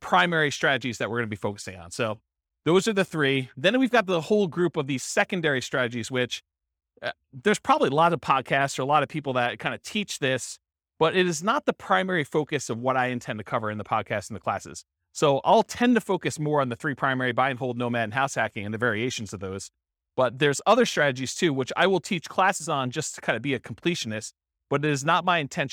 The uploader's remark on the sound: This was a live class recorded